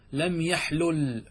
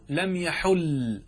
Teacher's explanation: أدغمنا اللام في اللام · Shown in: second take · إذن يجوز لم يحل ولم يحلل. · Term: الإدغام